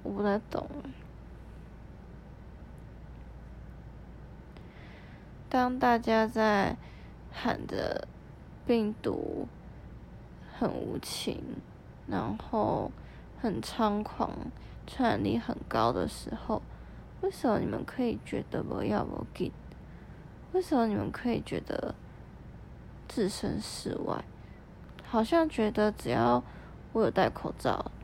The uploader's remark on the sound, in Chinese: 先說這是一段很臨時的錄音。我趴在床上準備睡覺。於是我翻身拿起手機，開啟語音備忘錄，在一片靜默的黑夜中，閉著眼半朦朧的狀態下錄音。